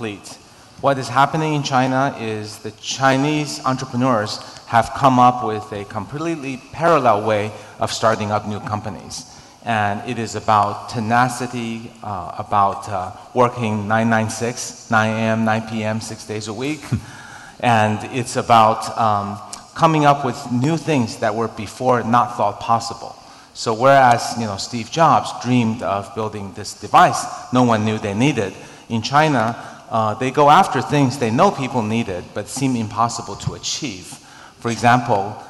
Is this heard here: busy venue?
yes